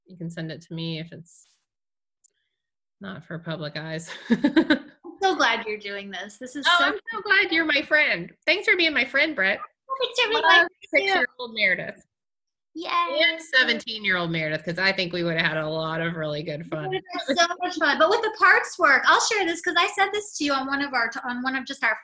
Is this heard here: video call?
yes